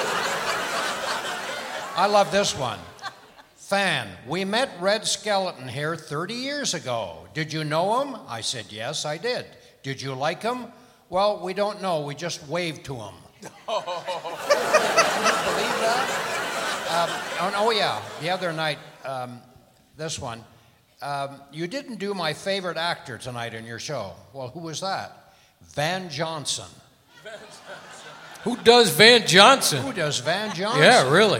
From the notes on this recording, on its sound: Live at the South Point Casino